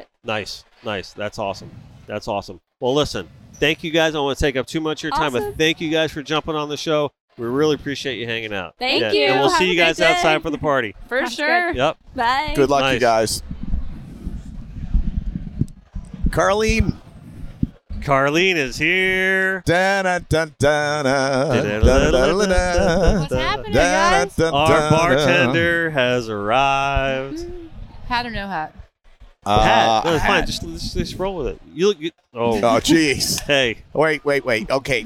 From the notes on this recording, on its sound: We go live from the gifting experience and have on various guests from the tournament